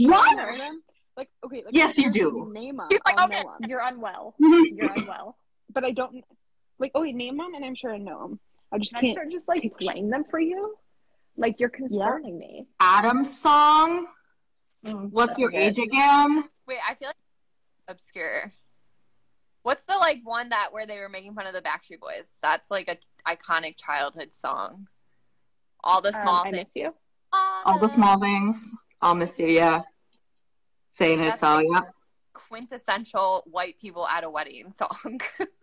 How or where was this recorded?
video call